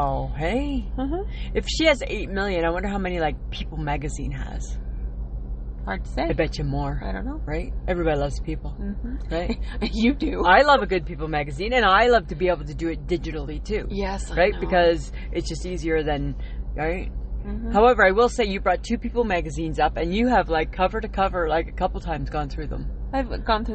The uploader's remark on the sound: We are at the lake and had to go old school and recorded it directly to podbean.